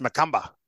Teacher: we don't pronounce the ER in Australia. We don't have time for an ER.